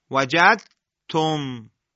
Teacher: دال در حرف تا ادغام میشه